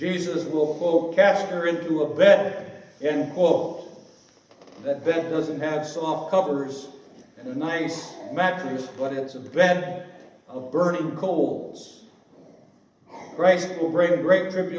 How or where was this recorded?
live audience